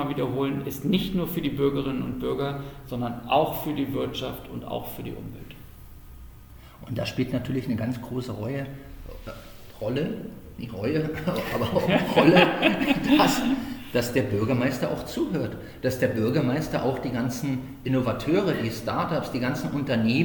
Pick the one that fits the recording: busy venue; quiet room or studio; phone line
busy venue